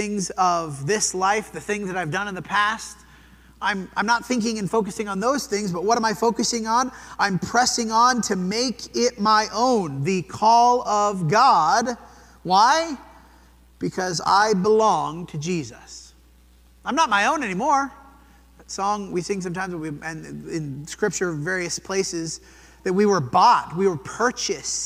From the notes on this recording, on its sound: This sermon was preached at the Dewey Church of Christ on March 26, 2023.